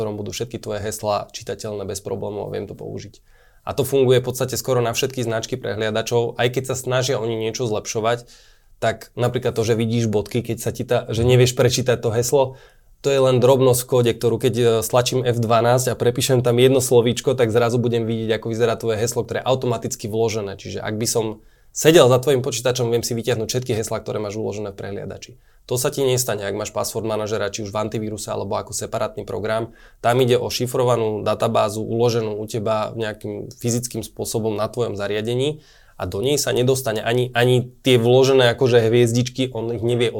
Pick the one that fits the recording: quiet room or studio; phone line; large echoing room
quiet room or studio